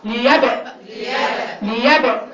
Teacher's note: شوفوا الباء بتطلع منين؟ من الشفتين. هقفل هخبط وافتح · Term: قلقلة